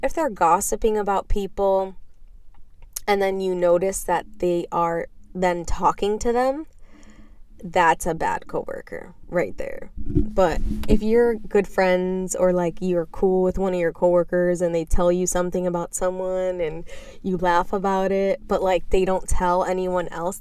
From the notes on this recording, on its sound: While I sit in my car eating McDonalds breakfast.